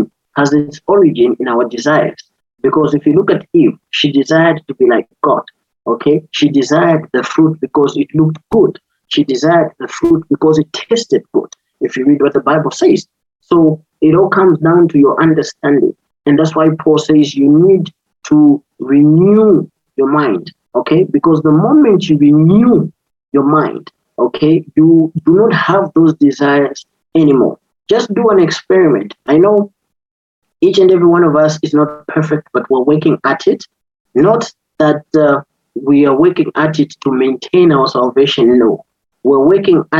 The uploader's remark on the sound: Youth zoom meeting